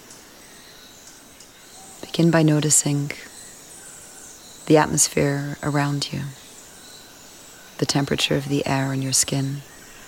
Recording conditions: sounds in the background